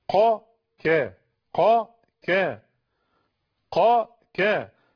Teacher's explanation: أما الكاف، عدي بقى ناحية الشمال، تخرج من أقصى اللسان أسفل من القاف قليلا.